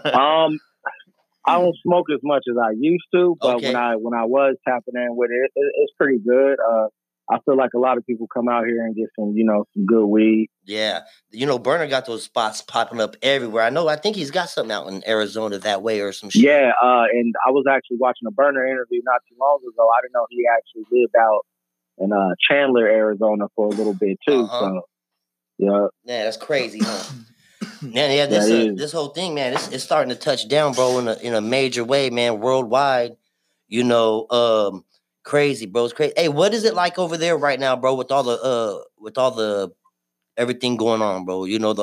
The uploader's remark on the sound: TAPS IN ON THE PHONE. FROM ARIZONA.